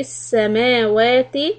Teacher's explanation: make sure that you stretch equally the meme and the waw, because it's a common mistake to make it short.